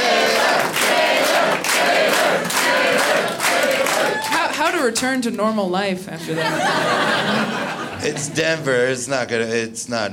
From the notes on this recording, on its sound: Live from Comedy Works in Denver.